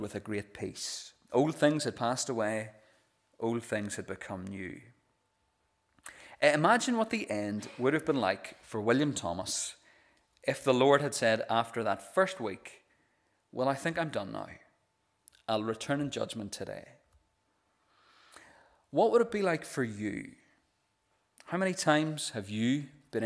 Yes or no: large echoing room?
yes